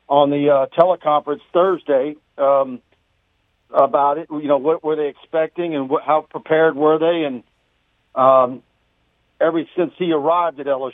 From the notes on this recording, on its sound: We then dive to the phone lines.